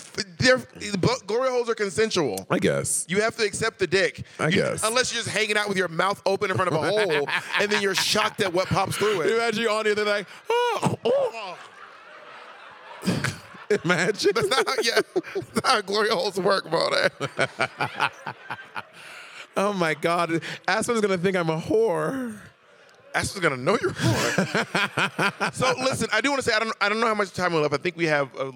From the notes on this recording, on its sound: Live in Aspen. Coming to you live from Aspen! In mountains earlier this year during Aspen Gay Ski Week 2022.